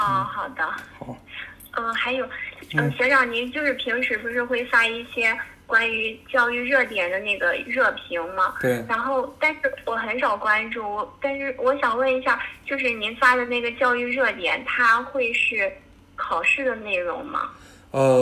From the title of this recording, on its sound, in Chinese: 学员电话回访录音